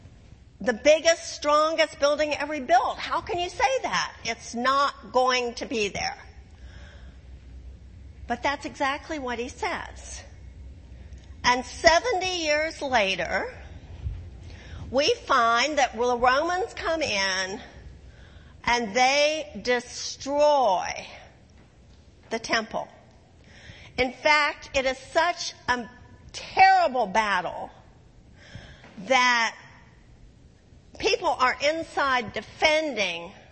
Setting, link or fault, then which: setting, large echoing room